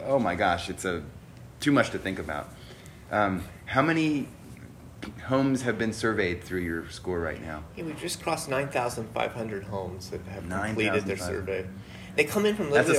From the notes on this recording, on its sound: took place at the 2018 IAQA Conference in Chicago, IL